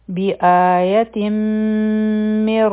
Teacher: او په میم مشدد باندې به مونږه غنا کوو یعنی هولډ کوو